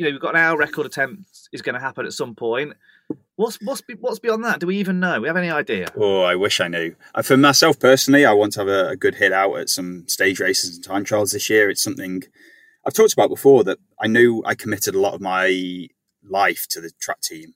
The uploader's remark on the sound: from his car, parked outside the velodrome in Copenhagen